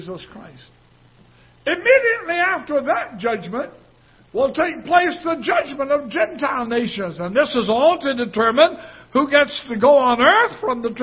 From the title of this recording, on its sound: Ketha Heights Baptist Church ~ Live Broadcast